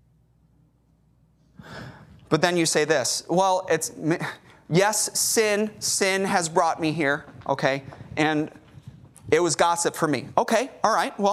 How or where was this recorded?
large echoing room